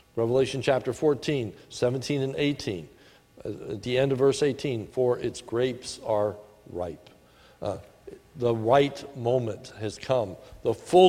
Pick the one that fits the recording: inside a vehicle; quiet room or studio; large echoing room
large echoing room